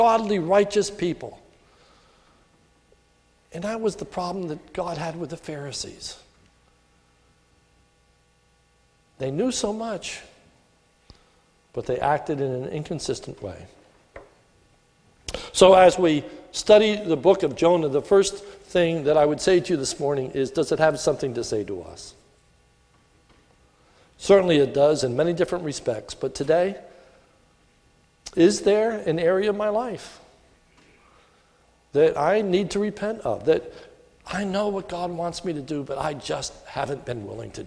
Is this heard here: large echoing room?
yes